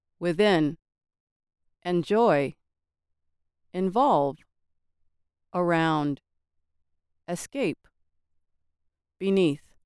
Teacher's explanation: most two-syllable verbs and prepositions stress the second syllable.